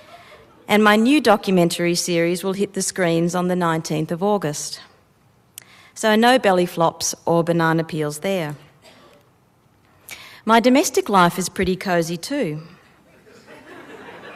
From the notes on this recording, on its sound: 'Epic Fail' speech at The Wheeler Centre, Melbourne, 2014. This very personal speech about depression was delivered at a The Wheeler Centre event called 'Epic Fail'.